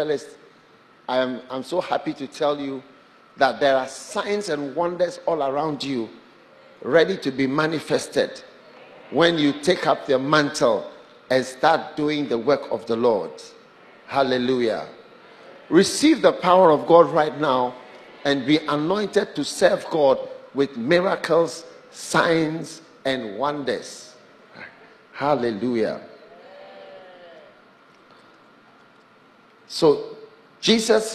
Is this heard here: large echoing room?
yes